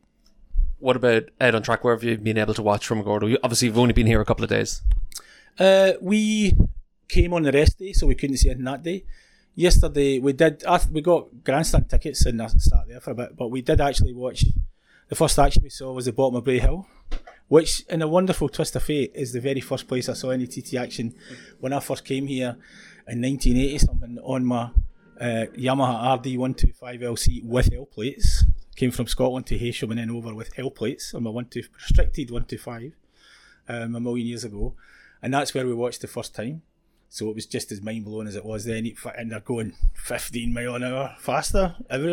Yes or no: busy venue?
yes